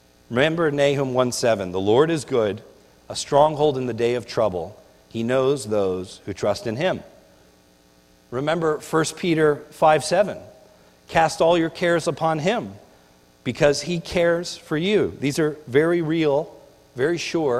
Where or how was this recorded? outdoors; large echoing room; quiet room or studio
large echoing room